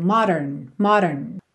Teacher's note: Essa palavra modern, você pode pensar no D como um rarara, se te ajudar a fazer mais rápido.